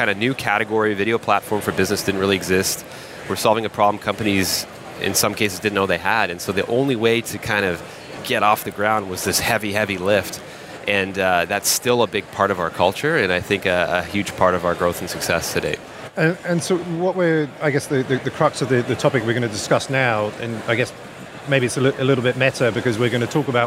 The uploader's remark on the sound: Coming to you live from Dublin where we just wrapped the fourth SaaStock flagship conference. This interview was part of the Podcast stage, where we hosted a plethora of podcasters who interviewed our speakers.